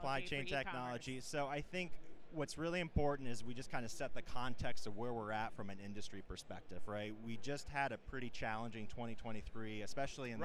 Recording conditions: busy venue